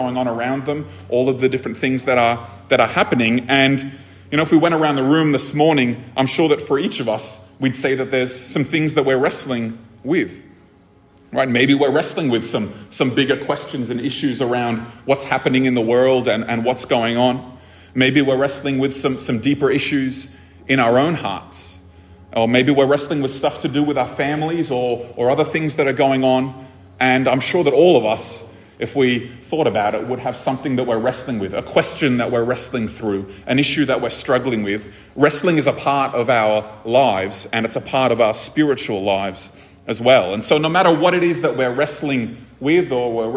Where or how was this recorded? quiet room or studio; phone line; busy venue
busy venue